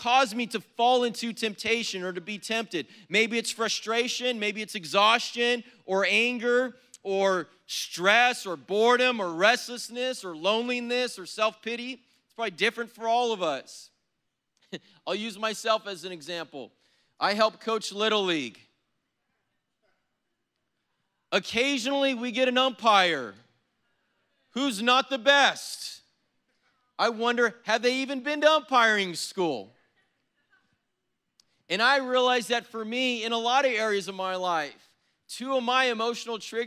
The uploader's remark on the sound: was preached on April 10th at the 10AM service